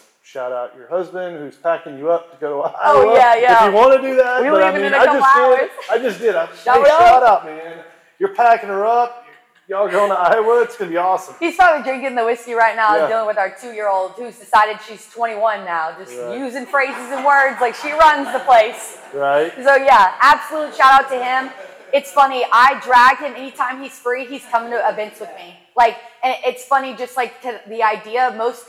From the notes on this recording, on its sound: LIVE at the Beckham Hotel. Recorded in front of a live audience.